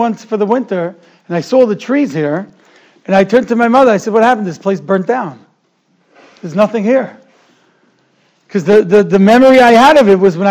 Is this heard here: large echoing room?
yes